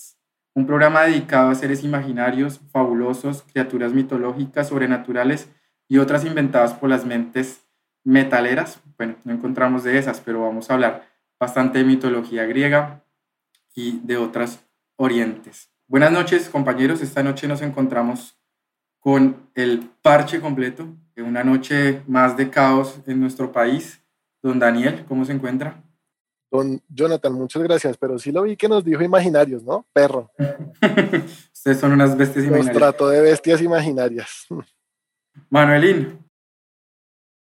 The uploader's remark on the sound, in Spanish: Episodio grabado el 01 de mayo de 2021 en línea, desde Bogotá - Colombia.